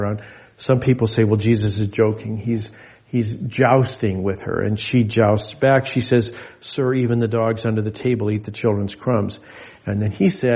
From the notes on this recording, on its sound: This message was delivered in gathered worship on Sunday, December 31, 2023 at Jewel Lake Parish in Anchorage, Alaska.